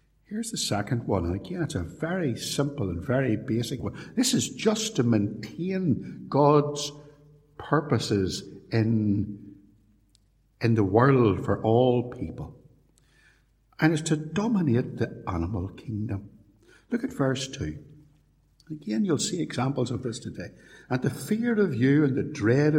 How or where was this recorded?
large echoing room